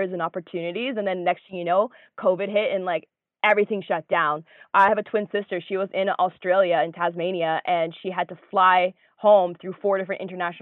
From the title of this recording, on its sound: On The Phone